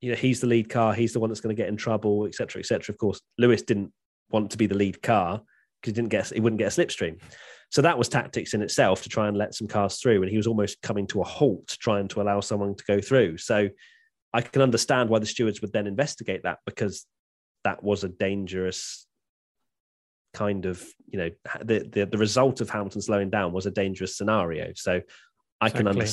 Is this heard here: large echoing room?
no